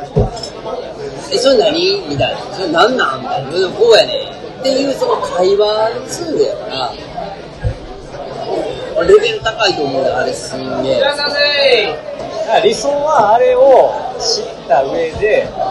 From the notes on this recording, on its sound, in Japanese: 居酒屋トーク。雑音がきつくてすいません。